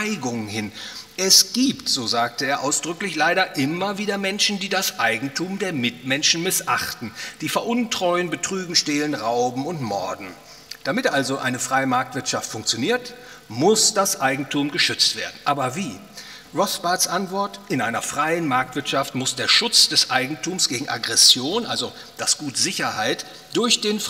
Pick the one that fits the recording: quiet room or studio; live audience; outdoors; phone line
live audience